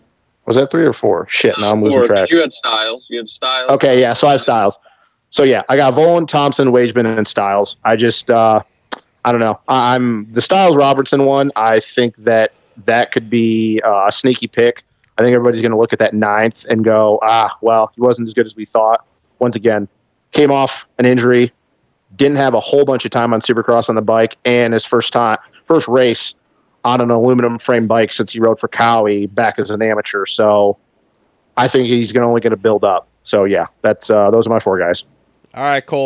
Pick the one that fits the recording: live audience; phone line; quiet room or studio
phone line